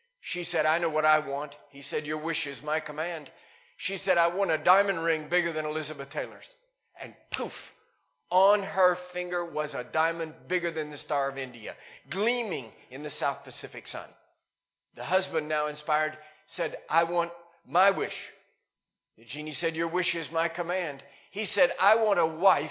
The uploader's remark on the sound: Recorded live in Liberty Church in 2019